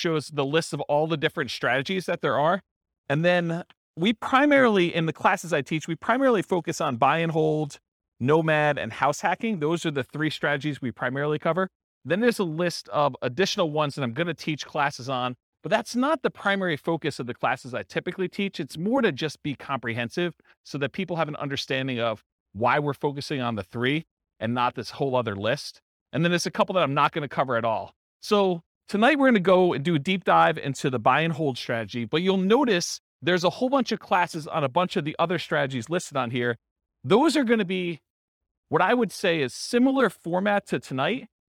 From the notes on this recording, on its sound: This was a live class recorded